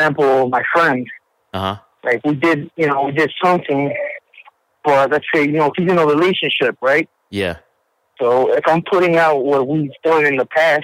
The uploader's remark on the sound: Listeners' Calls. This is the second half of the phone calls.